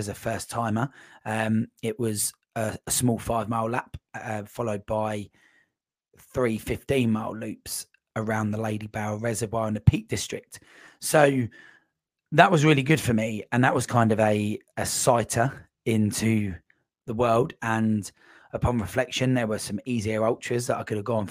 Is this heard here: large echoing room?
no